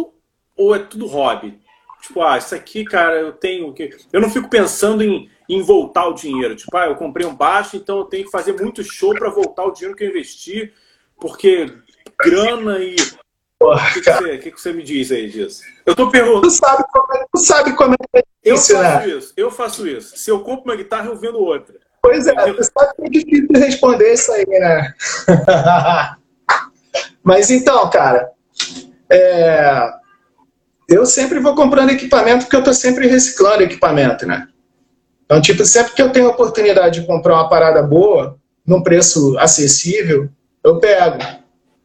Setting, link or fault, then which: link, video call